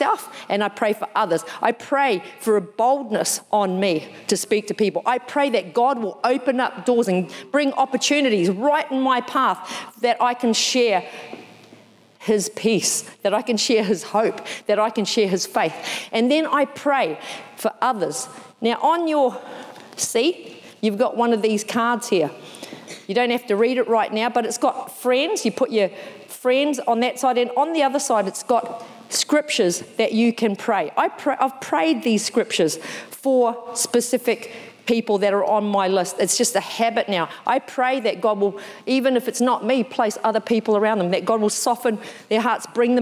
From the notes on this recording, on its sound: Recorded in the 9am service